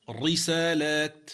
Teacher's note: هو أتى بالحركة مكسورة لكن لم يأتي بالترقيق على وجهه، فخمها · Term: التفخيم